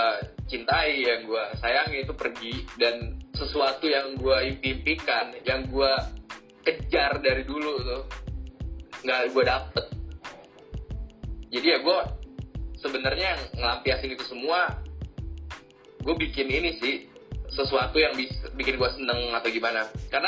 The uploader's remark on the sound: Disclaimer: Episode ini direkam saat pandemic COVID-19 sedang menyebar dimana-mana sehingga rekaman ini direkam dengan cara Record from Home. We are so sorry for the sound & voice quality which is not our best at the moment.